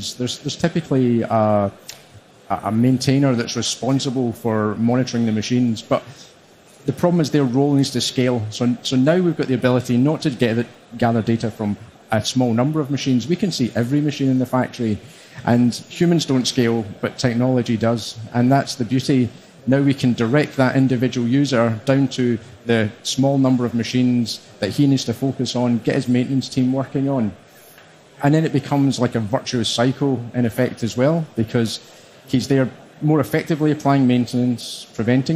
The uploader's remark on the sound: Live session from SPS 2023.